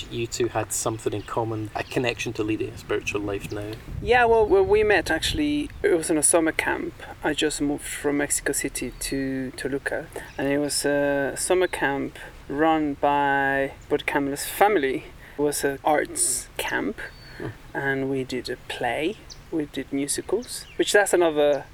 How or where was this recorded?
outdoors